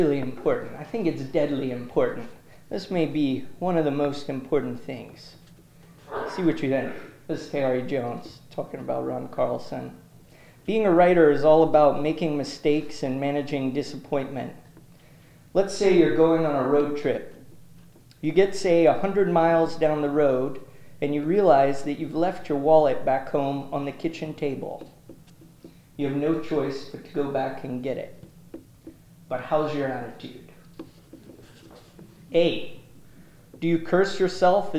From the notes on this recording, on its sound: This talk was recorded in Memorial Hall at UMass Amherst.